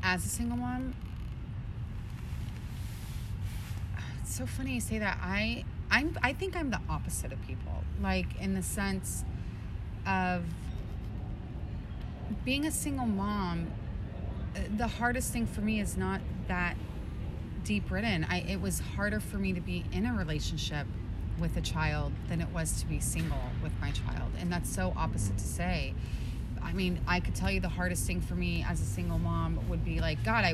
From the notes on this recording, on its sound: Due to some unexpected circumstances, we ended up recording outside near a little pond. The natural acoustics we discovered.